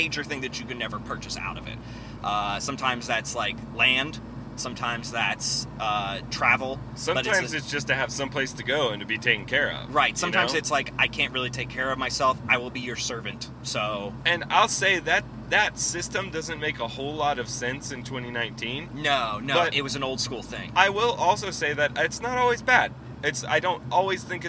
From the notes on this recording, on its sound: in the car this week